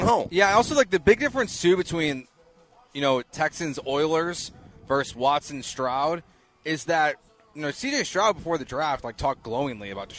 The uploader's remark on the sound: LIVE from The Decoy!